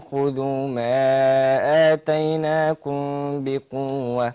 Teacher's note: ساكنة في آتيناكم وبعدها الباء قلنا فده يبقى ايه إخفاء شفوي فأنا هجيب الميم مخفاة مع الغنة ايه حركتين